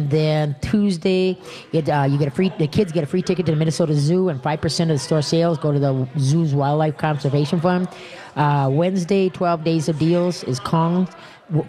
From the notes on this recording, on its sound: We are LIVE from the New Chuck and Don's